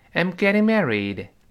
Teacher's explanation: getting 轻读，married 重读